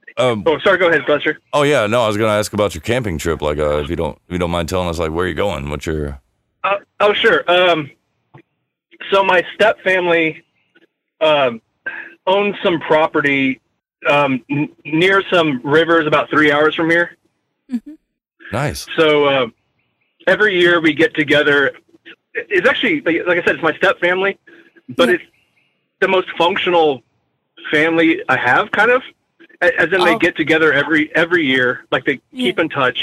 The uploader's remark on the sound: Are back in the smoker taking your calls live!